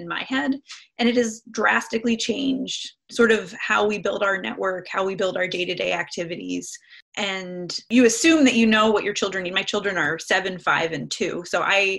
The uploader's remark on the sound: over zoom!